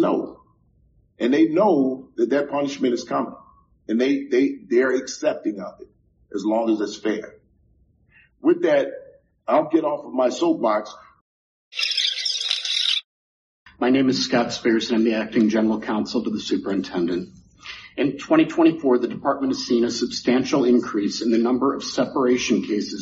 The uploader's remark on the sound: Audio from a public meeting of the Chicago Police Board on Feb 22 2024.